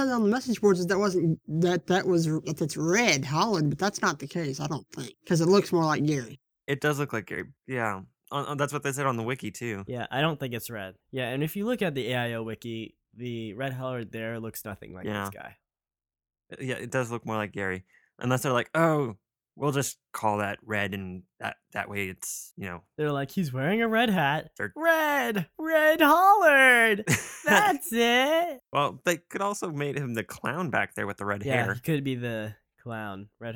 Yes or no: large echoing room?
no